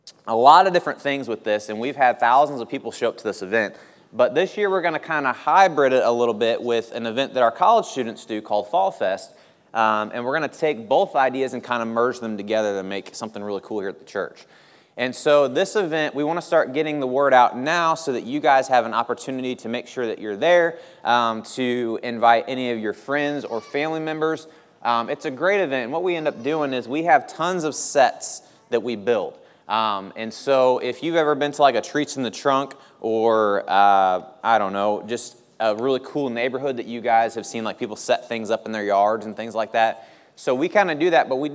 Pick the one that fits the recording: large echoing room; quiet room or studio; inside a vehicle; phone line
large echoing room